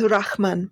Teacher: So it has the Semitic, guttural sounds in the back of the throat.